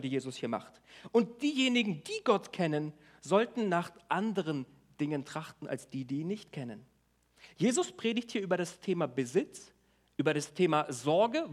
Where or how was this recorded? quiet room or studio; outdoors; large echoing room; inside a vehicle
large echoing room